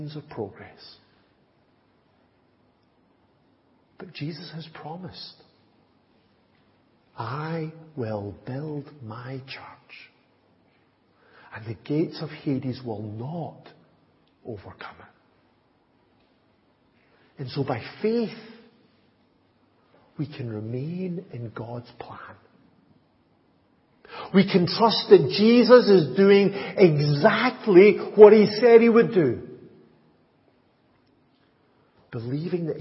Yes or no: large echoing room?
yes